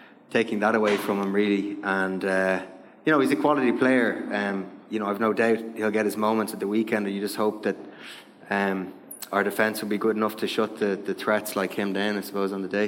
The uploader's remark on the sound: LIVE in Dublin